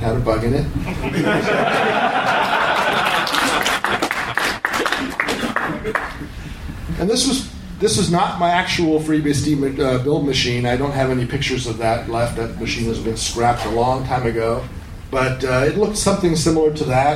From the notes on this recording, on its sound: A recording from MeetBSD 2014 in California.